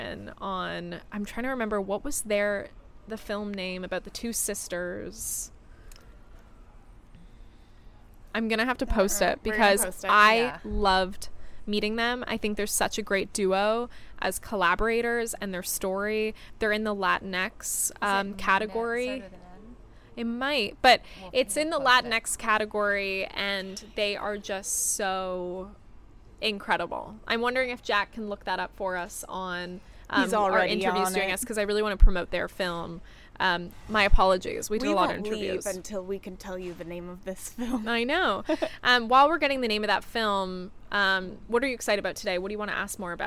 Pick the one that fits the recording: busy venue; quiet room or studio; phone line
busy venue